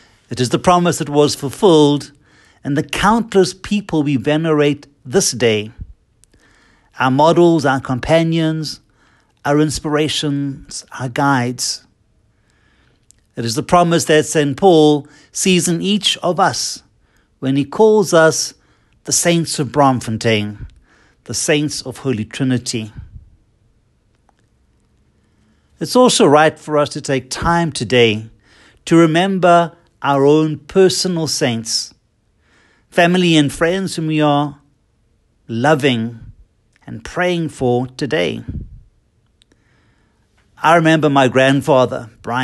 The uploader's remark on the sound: Listen to the homily preached at Holy Trinity Catholic Church in Braamfontein, South Africa, by Fr.